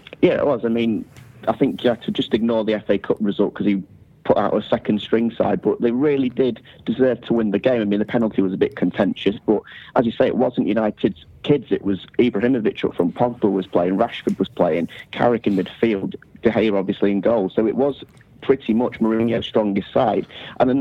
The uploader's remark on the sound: joins on the phone